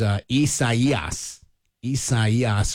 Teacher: Isaias, with the emphasis on that that third syllable.